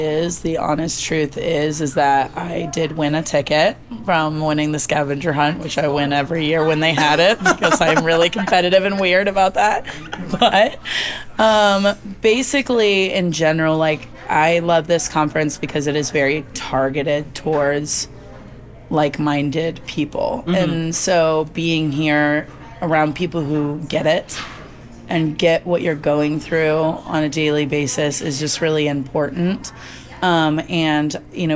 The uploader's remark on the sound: Live From Strategies TBX23. This "Live From..." bonus episode was edited and mixed by Audio Z.